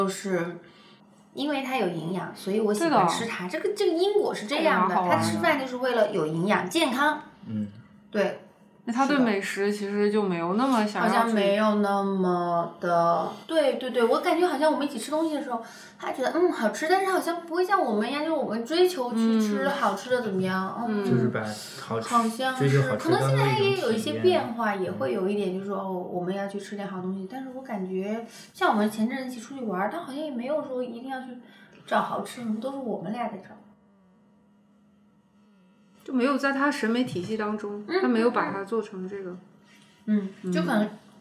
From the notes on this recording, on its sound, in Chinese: 由于还不熟悉最新更换的录音设备，录制过程中出现了很多杂音，并且后期水平有限，不能把他们完全消除，希望大家见谅。